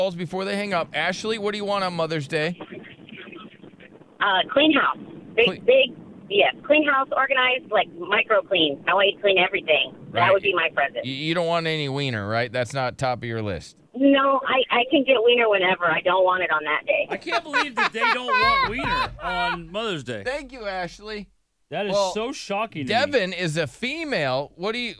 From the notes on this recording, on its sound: some moms call